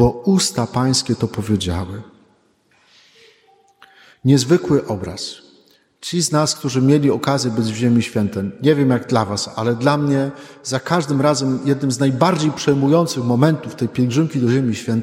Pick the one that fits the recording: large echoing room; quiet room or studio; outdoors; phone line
large echoing room